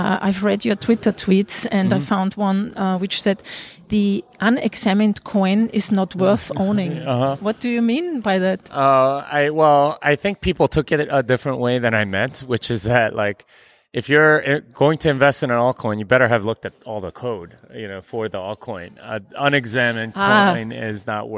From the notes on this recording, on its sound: I sat down to have a chat with him at the Baltic Honeybadger conference in Riga